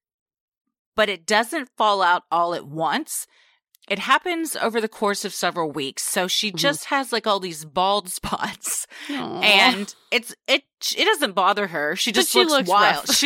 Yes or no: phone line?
no